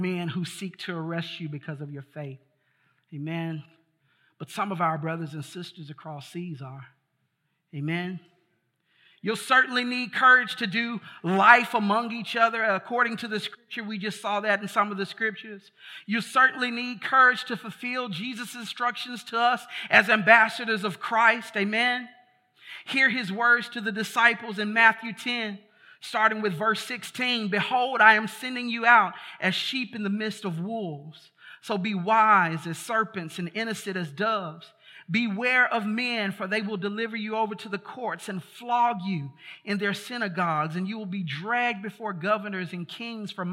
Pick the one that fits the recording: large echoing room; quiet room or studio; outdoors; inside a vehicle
large echoing room